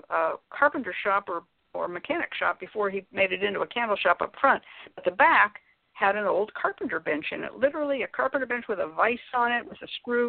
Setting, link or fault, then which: link, phone line